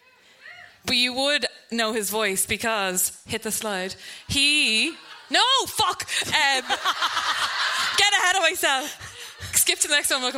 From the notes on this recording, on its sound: High School Musical (Live at the Sugar Club).